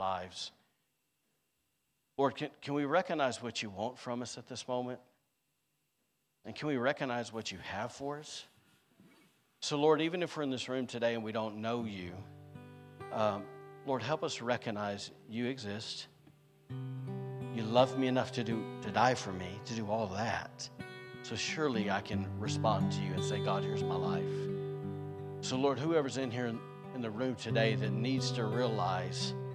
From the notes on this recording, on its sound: was recorded on Sunday, April 23rd, 2023, during service at The Anchor Church in Rockport, Maine